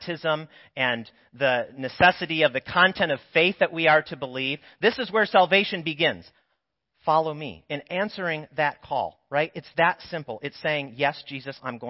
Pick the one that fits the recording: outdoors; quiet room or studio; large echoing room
large echoing room